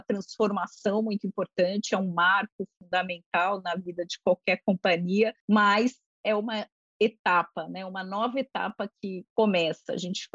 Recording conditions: video call